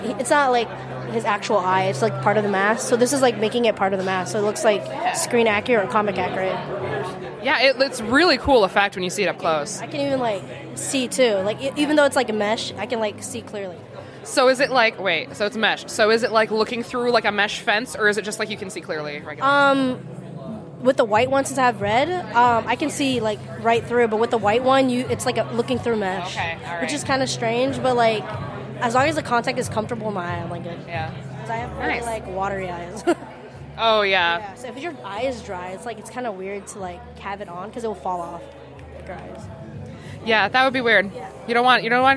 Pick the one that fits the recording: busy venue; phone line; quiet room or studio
busy venue